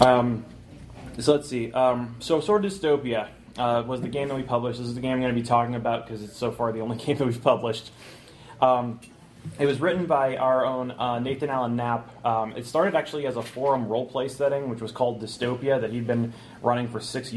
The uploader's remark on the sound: Indie Design the Chicken Salad Way at Gen Con 2015.